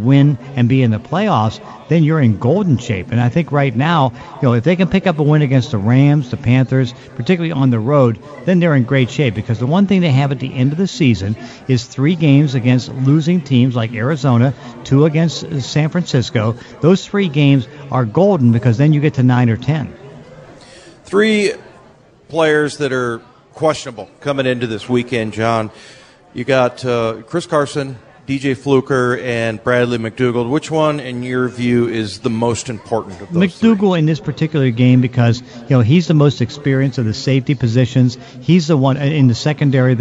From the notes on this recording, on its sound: sit down live at Pearl Bar and Dining